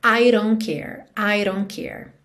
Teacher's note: Esse T de don't sumiu porque é uma consoante oclusiva que pode aparecer mais, menos ou nada, então aqui não apareceu.